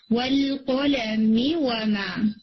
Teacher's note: والقلم وما، قلم ایک جتنا، اس سے زیادہ نہیں، وا یہ بھی شارٹ ہوگا، وما نہیں، والقلم وما، اس کو آپ نے شارٹ کر کے پڑھنا ہے، ٹھیک ہے؟ اور وما میم لمبا ہو جائے گا کیونکہ اس کے بعد الف آ رہا ہے، الف سے پہلے میم کے اوپر فتحہ ہے جس کی وجہ سے آپ وما کو تھوڑا کھینچ کے پڑھتے ہیں.